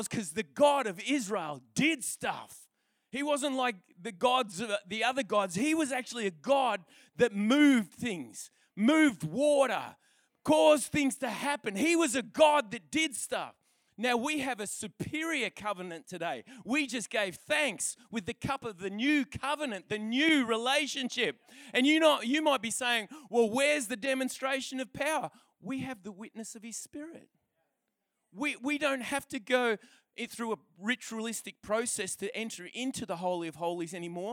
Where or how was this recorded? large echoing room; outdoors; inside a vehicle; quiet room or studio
large echoing room